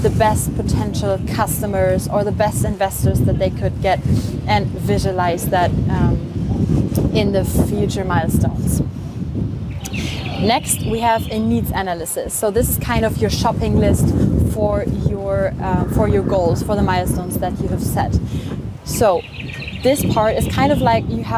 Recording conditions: outdoors